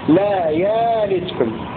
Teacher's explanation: السوسي يرويها همزة مبدلة ألفا هكذا